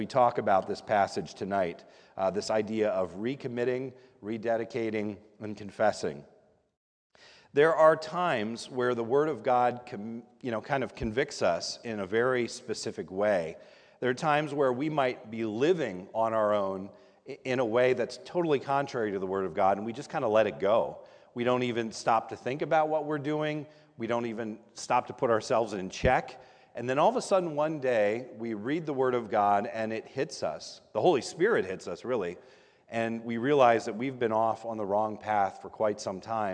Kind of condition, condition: setting, large echoing room